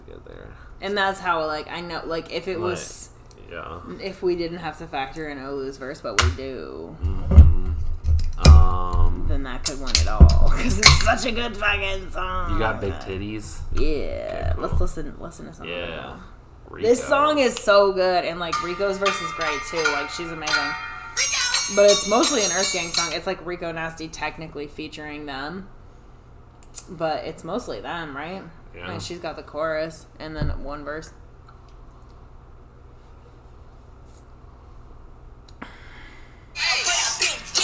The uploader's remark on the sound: THIS PODCAST IS UNLISTENABLE!!! There are weird background noises and bad levels.